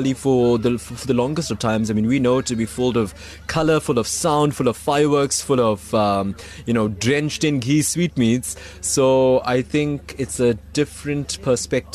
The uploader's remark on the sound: live from the Midlands Diwali Festival